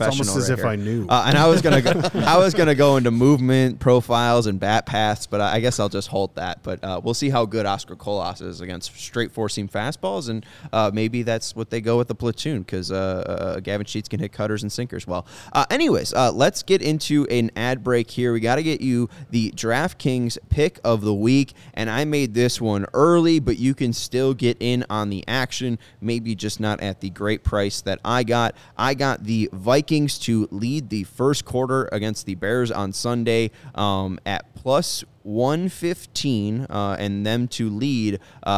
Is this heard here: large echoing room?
no